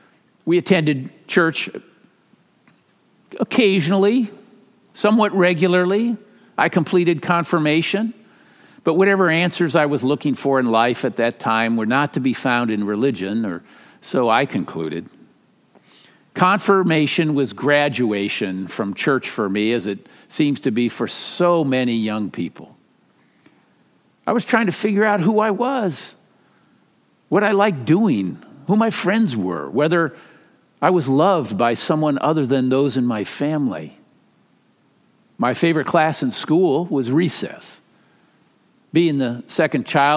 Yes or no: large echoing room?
yes